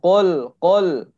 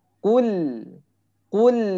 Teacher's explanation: Jangan kol, kol, tapi kul. Ya, setelah kofnya ditebalkan, dimonyongkan karena domah, masuk ke lam, ditarik lagi · Shown in: second take · Term: lamnya tipis